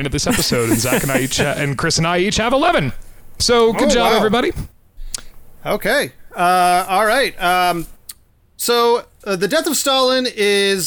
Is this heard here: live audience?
no